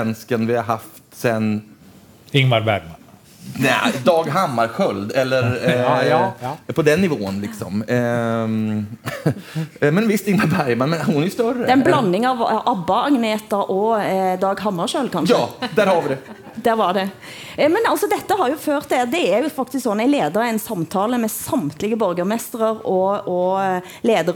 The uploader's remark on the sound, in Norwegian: 21:00-22:00 Sted: Holmen bar, KÅKÅnomics 2019. I oljebyen Stavanger.